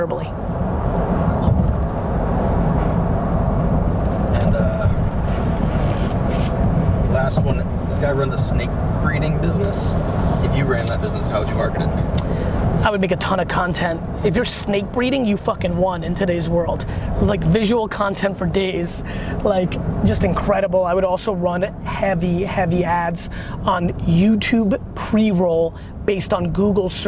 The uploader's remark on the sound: In The Back Of A Car